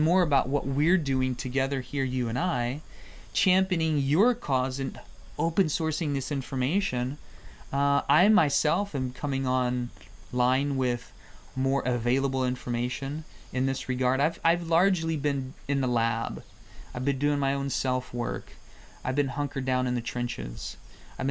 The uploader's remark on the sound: In this podcast recorded in the Amazon rainforest.